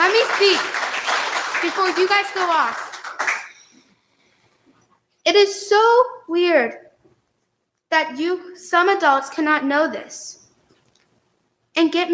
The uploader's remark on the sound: Stepped up to the microphone at a contentious gathering in the Cuyahoga Falls Natatorium.